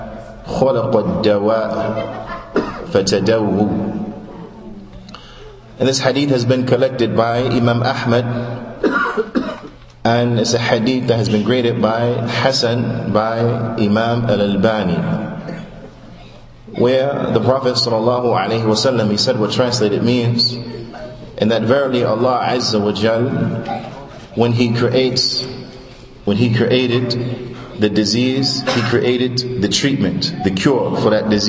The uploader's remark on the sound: Lecture given at Masjid Nur Allah, Queens, NY